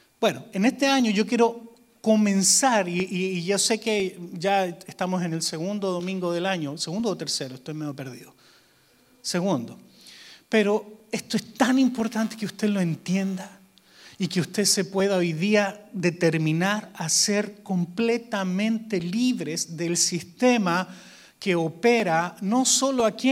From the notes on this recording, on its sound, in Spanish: Grabado EN VIVO en Visión Mundial Para la Familia, Arlington, Texas, USA.